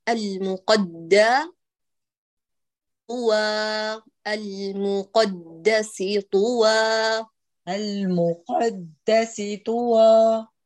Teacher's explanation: المقدس طوى. لا، المقدس طوى بجهرية الدال وكذا الطاء